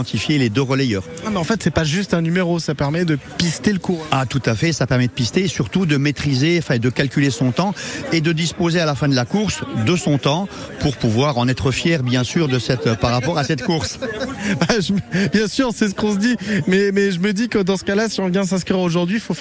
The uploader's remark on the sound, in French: En direct de Saint-Dizier, au village départ du 10ème Marathon du Lac du Der